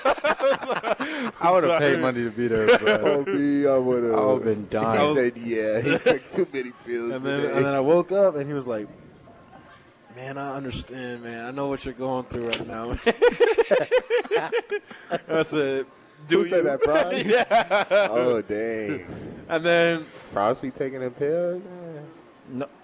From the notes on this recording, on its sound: Live from Daq Shack!